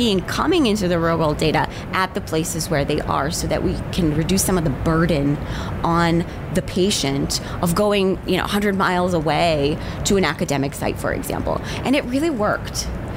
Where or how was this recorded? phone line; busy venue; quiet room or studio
busy venue